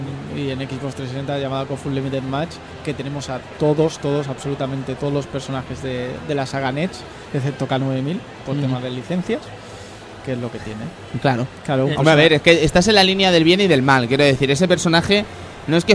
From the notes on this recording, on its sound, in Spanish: Probamos el sonido del stand del Salon del Manga